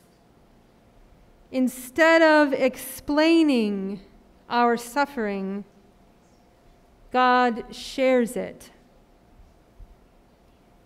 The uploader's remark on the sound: Sermon preached at RCHP